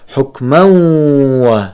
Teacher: أدغمت التنوين في الواو مع غنة بحركتين، حكما و، والملحوظة هنا أننا عندما ندغم لا نبدل التنوين بالواو، لا نقول حكما و، وإنما نقول حكما و، يعني نلفظ التنوين في الواو مع غنة.